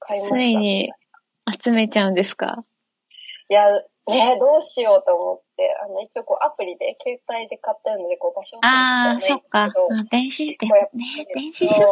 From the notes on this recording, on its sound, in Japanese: この間初挑戦した「 Stand.fm 」での生配信音源を番外編としてお送りします！音質悪めです、すみません！